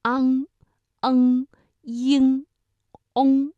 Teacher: 后鼻音发音的时候部位靠后